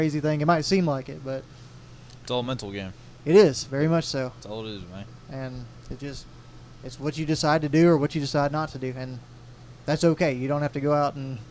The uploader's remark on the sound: The episode is recorded on the Huntsville State Park grounds